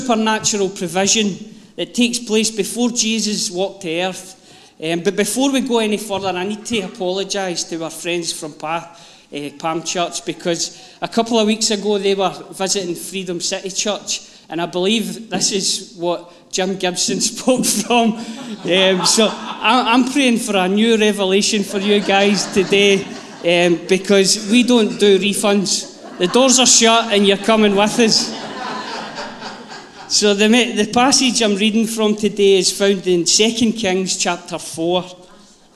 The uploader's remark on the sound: Live from our Sunday gathering on 17/07/22